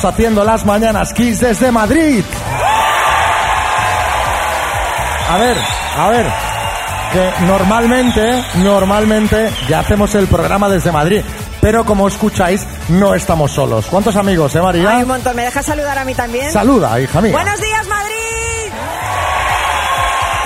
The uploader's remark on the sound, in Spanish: Las Mañanas KISS en directo desde MADRID. Este jueves hemos estado disfrutando en directo de la compañía de todos los oyentes que he han acercado al Caixaforum de Madrid para disfrutar del show que hemos tenido en directo.